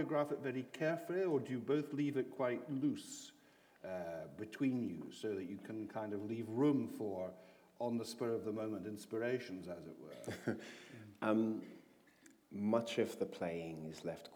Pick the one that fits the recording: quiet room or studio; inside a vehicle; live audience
live audience